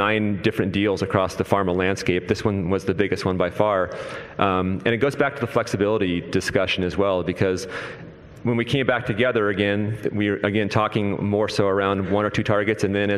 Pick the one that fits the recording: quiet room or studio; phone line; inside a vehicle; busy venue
busy venue